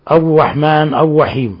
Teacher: ومن الأخطاء قراءة الراء في الرحمن الرحيم كأنها واو، كأنه يقول أو رحمن أو رحيم، يمكن يكون في لسان عوج أو ثقل أو نحو ذلك.